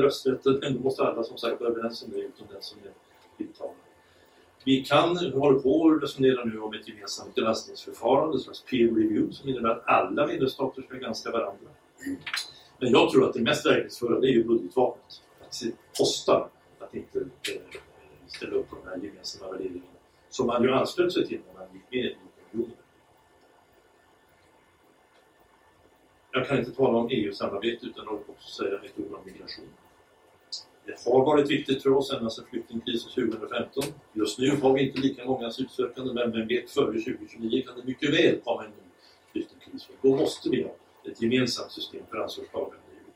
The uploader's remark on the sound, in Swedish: Klippet är taget från halvdagsseminariet Vilket EU vill vi ha? OBS: Samtalet är liveinspelat därav något dålig ljudkvaliet.